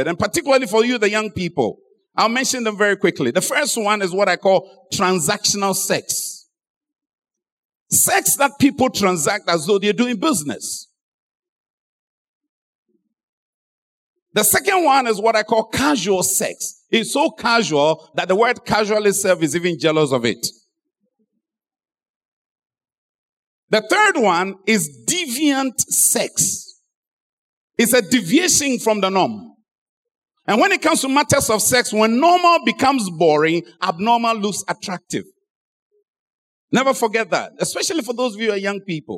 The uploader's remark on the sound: Sermon preached at Adabraka Campus